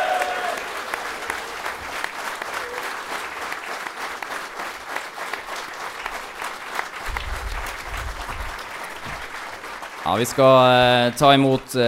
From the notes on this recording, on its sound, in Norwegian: Kick Off LIVE fra Sinus i Bodø. Tusen takk til dere som tok turen til Sinus.